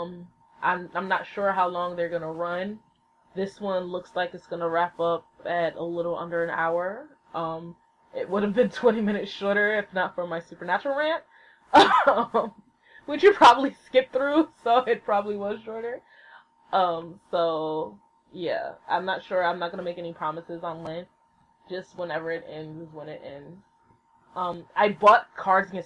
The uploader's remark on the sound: The sound quality is a little funky. I didn't realize how loud the laptop is, but I cleaned it up the best I could, sorry.